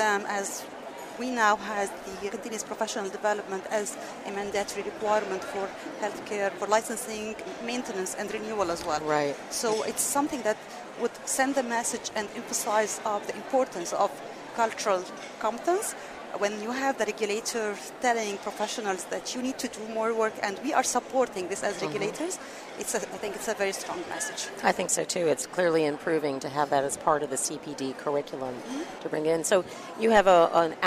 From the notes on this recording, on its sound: At the Alliance for Continuing Education in Healthcare Professions 2018 annual meeting